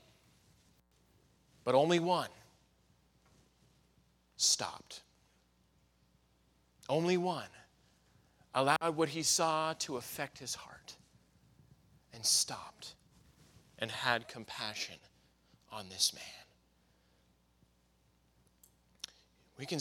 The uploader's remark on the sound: in the Sunday Evening Service on May 7, 2023, at Victory Baptist Church in Boonsboro, Maryland